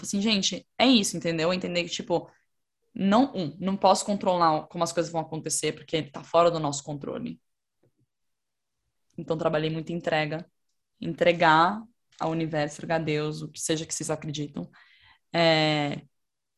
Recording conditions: video call